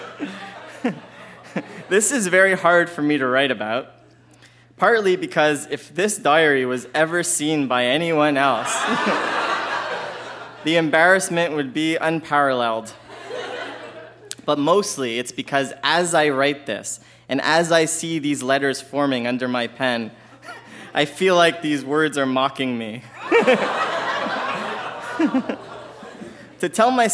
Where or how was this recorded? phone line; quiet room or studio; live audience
live audience